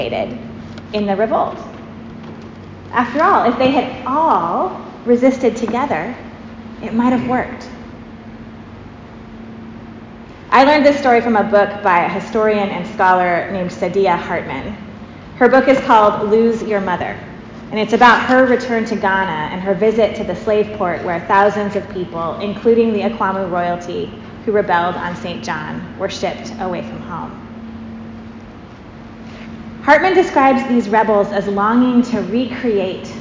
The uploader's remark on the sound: Preached at St. James Episcopal Church, Kent WA.